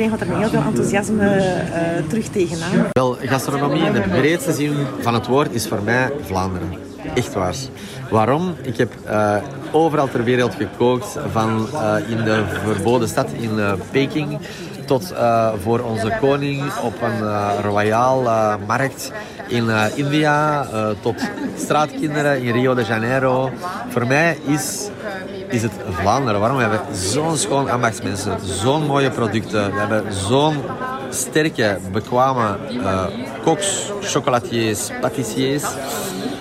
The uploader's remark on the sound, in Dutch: Satellite Gourmet on the Road voor Flanders Food Festival. Satellite Gourmet was te gast op de persconferentie van Flanders Food Festival.